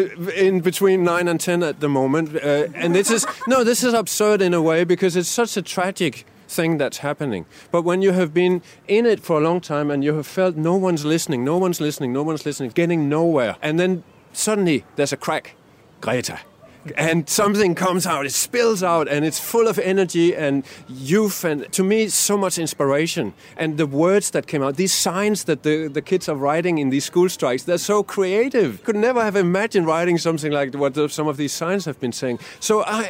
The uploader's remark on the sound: on the side of the Sustainable Living Festival